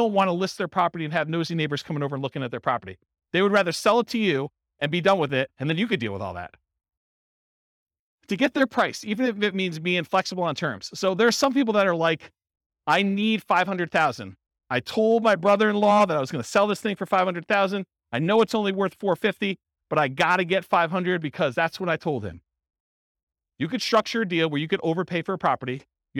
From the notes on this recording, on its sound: This was a live class recorded. Real estate entrepreneurs in Jersey City, New Jersey.